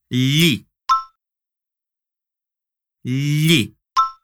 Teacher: Perceba que toda a minha língua toca o céu da boca, não é li, é li. · Term: som do LH